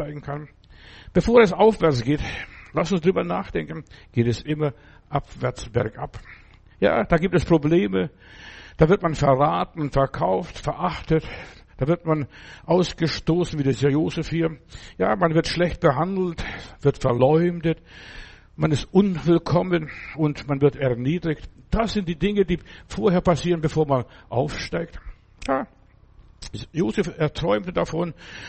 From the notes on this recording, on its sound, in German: im Gemeinde-Zentrum in Berlin aufgenommen